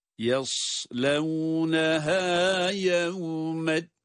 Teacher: Y, ama sad kalın. Yas diye, sadı kalın okuyarak.